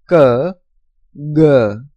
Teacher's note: The next, velar, that is the consonants made by the back of the tongue against the back of the roof of the mouth